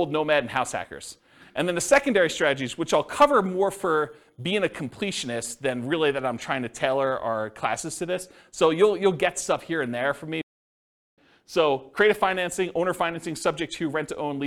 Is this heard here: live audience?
yes